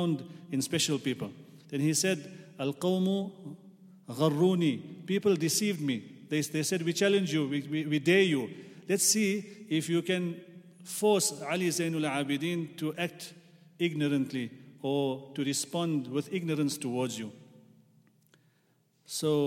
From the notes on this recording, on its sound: at the Houghton Masjid (West Street)